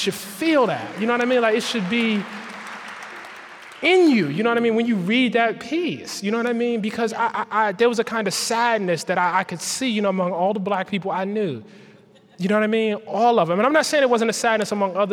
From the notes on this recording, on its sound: Unedited. As part of the 2017 Chicago Humanities Festival before an audience of over 1,500 people, black and white, young and old.